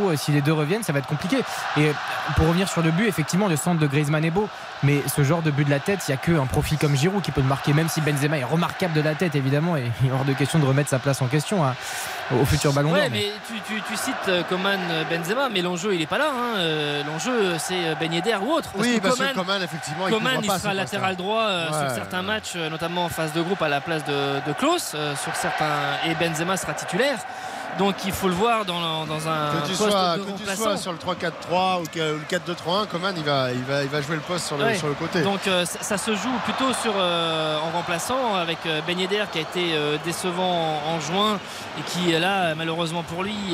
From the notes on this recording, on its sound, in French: en direct du Stade de France